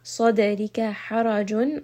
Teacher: Ra here is going to be heavy because it has a fatha.